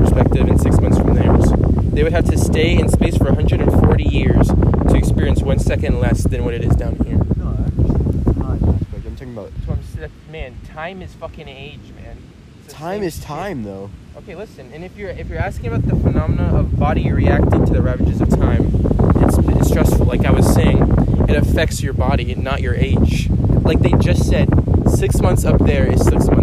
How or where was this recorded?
outdoors